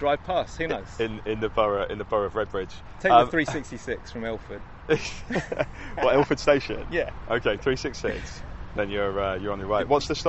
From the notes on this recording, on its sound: We messed about outside Beverly Hills Police HQ recreating shots from Beverly Hills Cop then hung out in Beverly Hills Park.